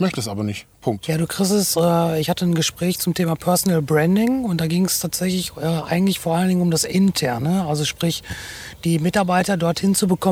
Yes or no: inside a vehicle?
yes